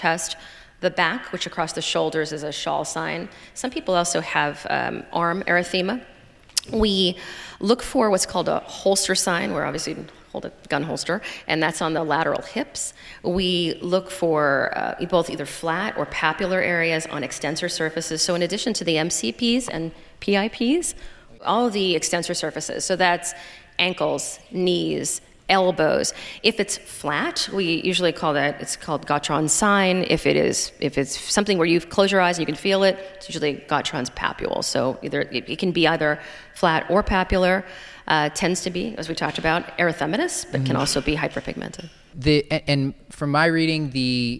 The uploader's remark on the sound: Recorded LIVE at Johns Hopkins.